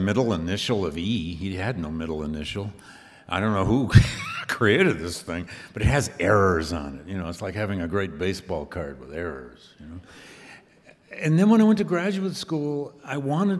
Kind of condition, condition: setting, live audience